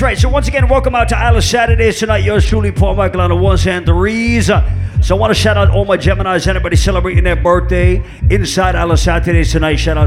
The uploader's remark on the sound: Live audio recording of my set at island saturdays